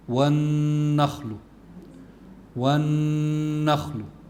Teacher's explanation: فعند تلفظ بالنون الواحد بده يقولها هيك، والنخل والنخل، الغنة اللي هي مصاحبة للنون تخرج من الخيشوم اللي هو منتهى الأنف وتستمر إلى حركتين